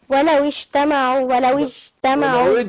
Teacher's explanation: الجيم بيحصل فيها حبس للنفس والصوت